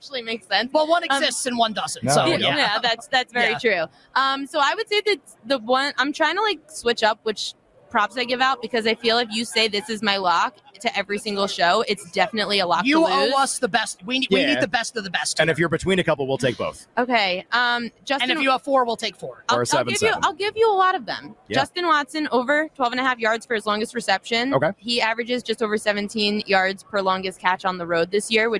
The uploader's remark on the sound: LIVE from Radio Row